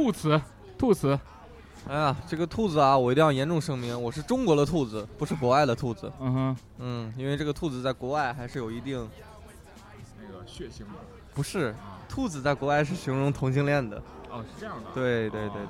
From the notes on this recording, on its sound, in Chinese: 感谢牛啤堂NBeerPub提供录音场地和酒水支持